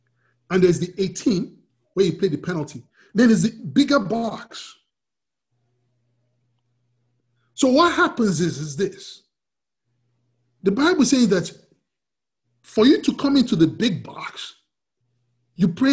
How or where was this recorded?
video call